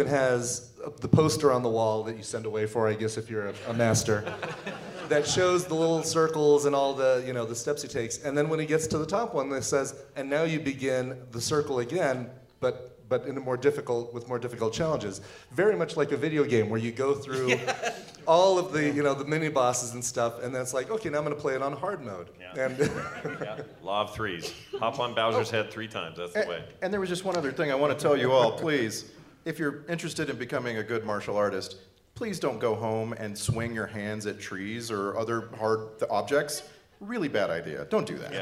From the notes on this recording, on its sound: Our Nerdtacular 2017 live episode!